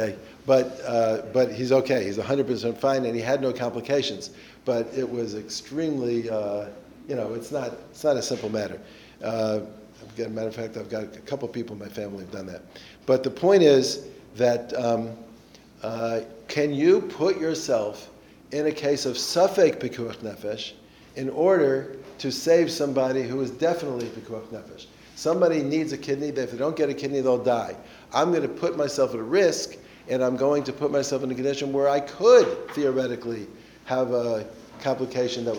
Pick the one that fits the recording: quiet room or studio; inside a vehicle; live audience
live audience